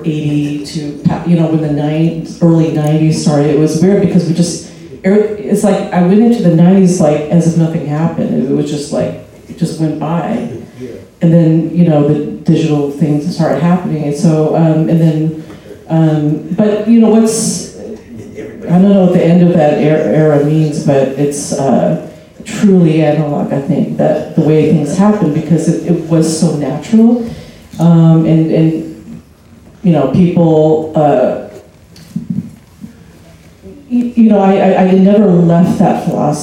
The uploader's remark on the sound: Recorded March 25 at Artists' Television Access in San Francisco.